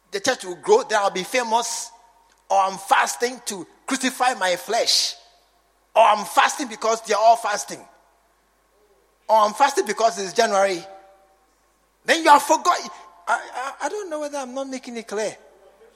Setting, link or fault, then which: setting, large echoing room